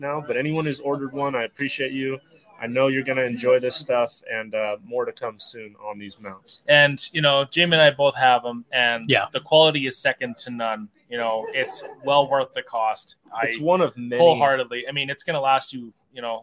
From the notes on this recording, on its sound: This is all the action you may have missed as The Cleaner Cast did the live pre/post show at TRCMA 2023!